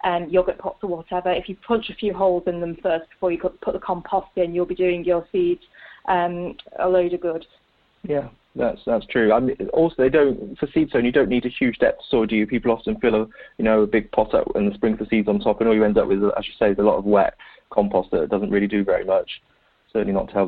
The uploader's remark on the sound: This episode is recorded over the phone!